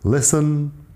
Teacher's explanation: Listen, la T no suena. · Term: T en listen